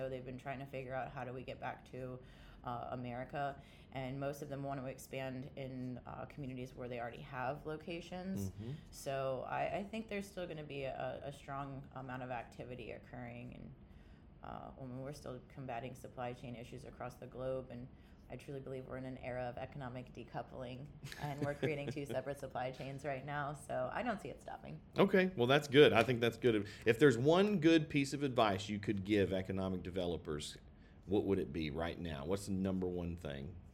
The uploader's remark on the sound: live from Myrtle Beach at the Business Facilities LiveXchange Site Selection Event